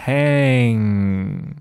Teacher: 当你发这个后鼻音的时候呢，你的软腭和你的上颚实际上是连在一起了，碰到一起了 · 所以说气流这个时候只能从你的鼻腔流出，发出了一个比较重的一个后鼻音